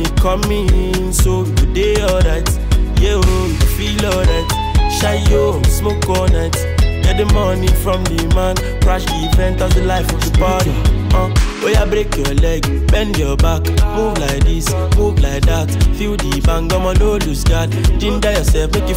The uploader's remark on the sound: Vocals recorded on the in-built sound recorder of Infinix Hot 7 Pro — my smartphone. Post production on Adobe Audition.